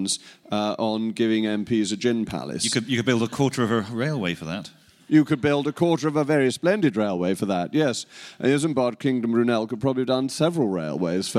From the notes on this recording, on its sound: It's a very special edition of the podcast this week as we take you inside Tory conference in Manchester for a fascinating, fun-packed conversation.